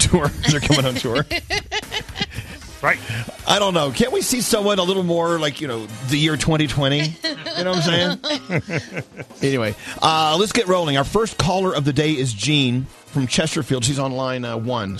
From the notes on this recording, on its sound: We opened up the phones and social media to have people "ask you anything".